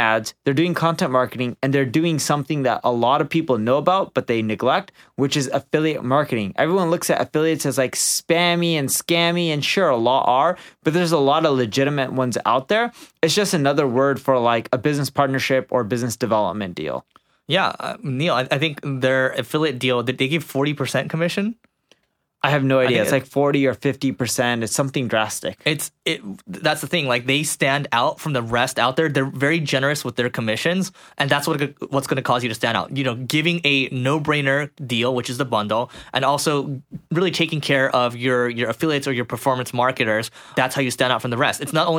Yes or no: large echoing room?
no